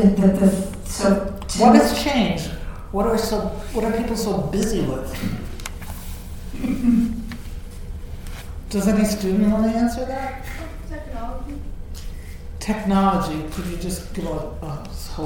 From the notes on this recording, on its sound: This episode, recorded in front of a live audience, is a reflective conversation on our 21 years at Brandeis and our dream for the future.